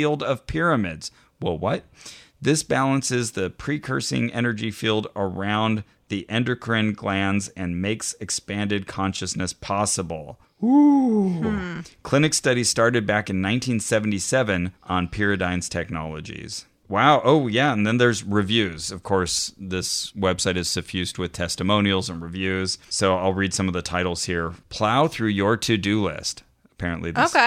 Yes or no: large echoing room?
no